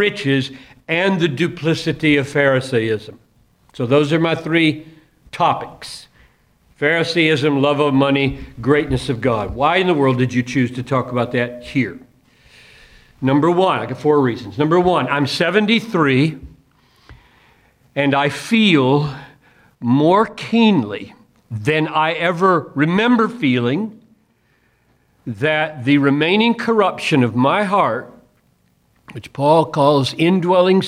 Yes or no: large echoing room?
yes